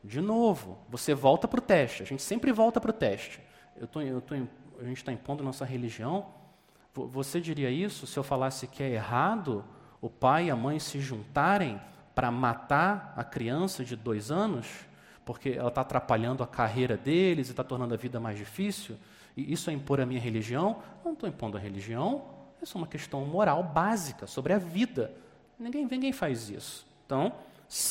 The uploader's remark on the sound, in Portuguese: Mensagem gravada na Igreja Batista Jardim Minesota